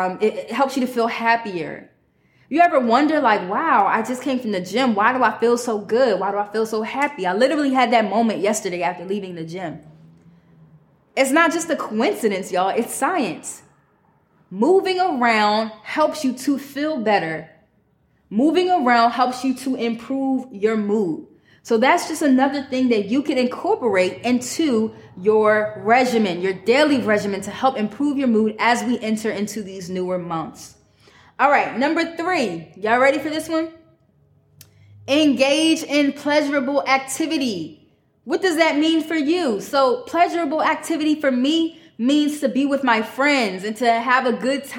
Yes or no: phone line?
no